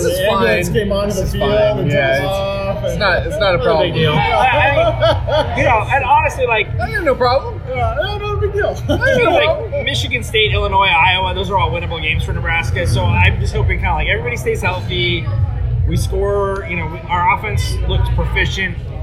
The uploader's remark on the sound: The audio quality is pretty poor, but hopefully this is entertaining as we were all a few drinks in.